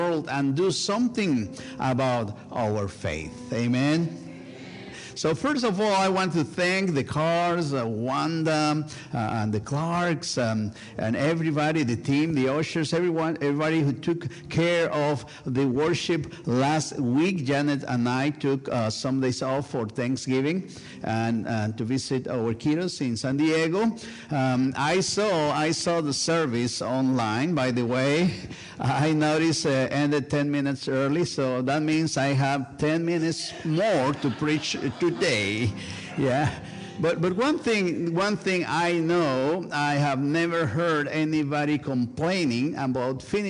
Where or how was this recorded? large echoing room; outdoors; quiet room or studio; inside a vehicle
large echoing room